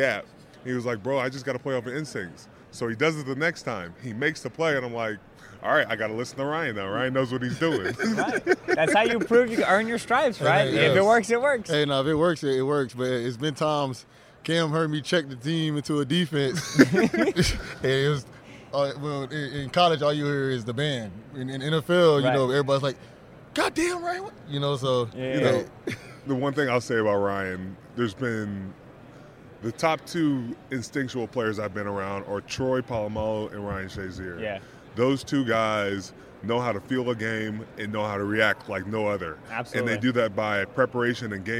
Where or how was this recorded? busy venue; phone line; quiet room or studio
busy venue